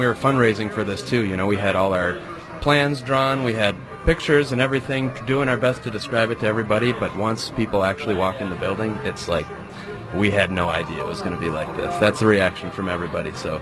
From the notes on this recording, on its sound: live from the MN State Fairgrounds for the Back to the 50's Car Show!